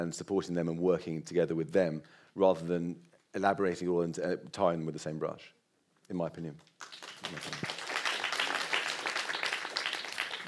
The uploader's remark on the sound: This episode was recorded in front of a live audience at the JW3 community centre in North London. Took questions from the audience.